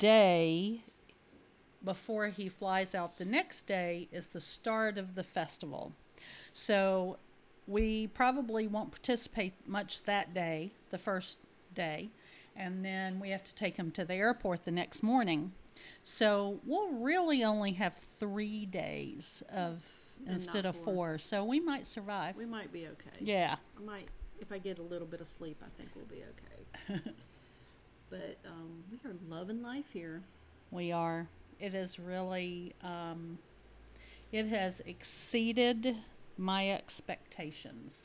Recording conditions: uneven or low level